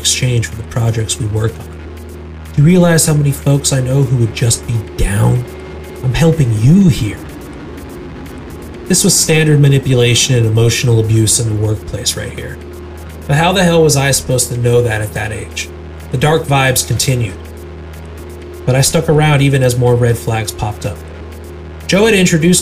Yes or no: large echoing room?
no